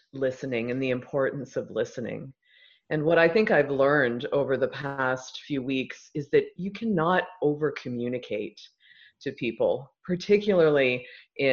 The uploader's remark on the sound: Zoom Talks Series